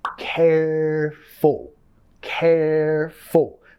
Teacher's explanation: Vamos a enfatizar la primera sílaba ahí. · Term: acentuación